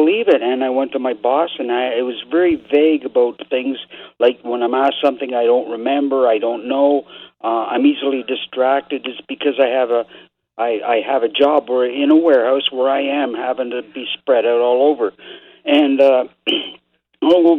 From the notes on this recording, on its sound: your phone calls, are answered on today's episode of the Employment Law Show